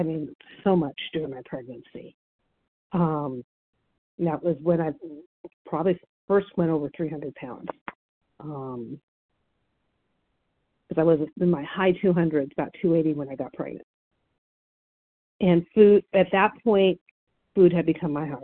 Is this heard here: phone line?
yes